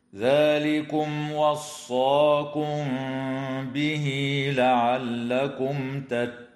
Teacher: الميم الساكنة في كلمة لعلكم حكمها الإظهار الشفوي لوقوعها قبل التاء. أما الميم الساكنة في قوله تعالى وصاكم به فحكمها الإخفاء الشفوي مع الغنة، وتوصل هاء الضمير في قوله تعالى به لعلكم بياء تمد